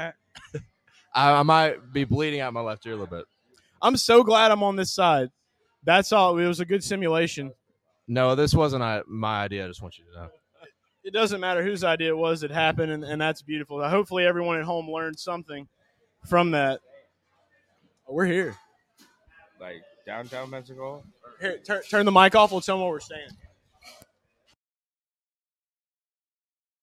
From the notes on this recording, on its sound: LIVE from Hooters in Pensacola Beach, FL